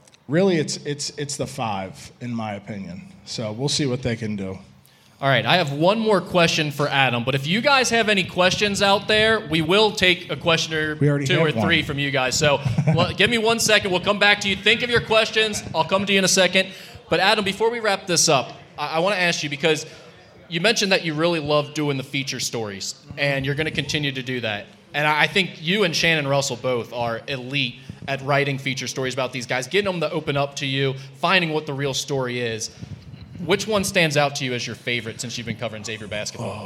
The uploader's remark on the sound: Musketeer Report Live from Dana Gardens